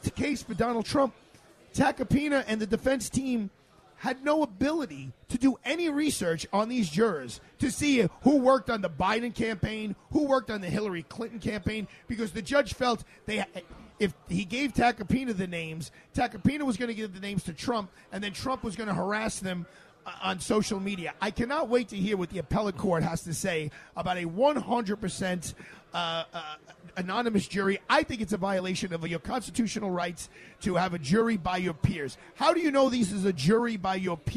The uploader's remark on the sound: LIVE from Bobby Van’s Steakhouse, 230 Park Avenue